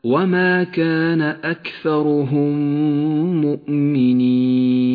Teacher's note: الإدغام الشفوي المتماثل في قوله تعالى وما كان أكثرهم مؤمنين تدغم الميمان الساكنة والمتحركة مع بعضهما